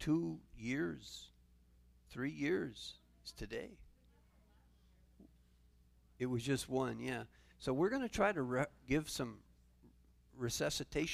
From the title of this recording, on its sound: Calvary Assembly of God live Stream